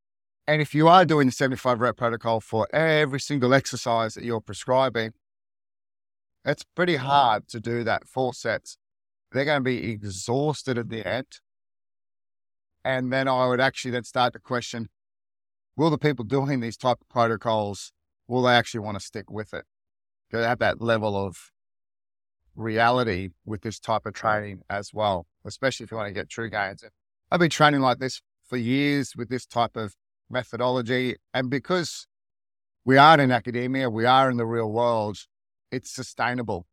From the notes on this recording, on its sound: For this episode I am actually recording in my car on the drive to work.